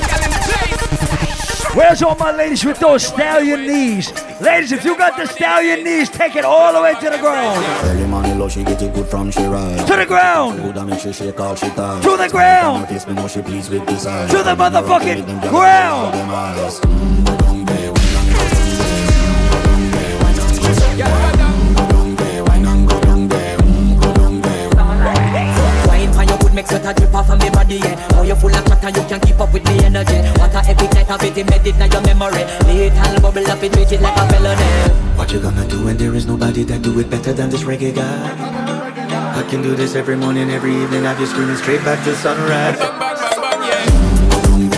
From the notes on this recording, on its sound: Live Audio recording of my segment at Island Saturdays in Providence, RI on October 16th.